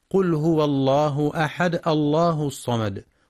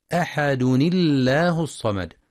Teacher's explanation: فيلزم كسر الساكن الأول النون الزائدة لمنع التقائهما · Shown in: second take